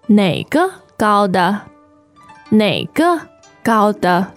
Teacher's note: you have the third tone here on 哪个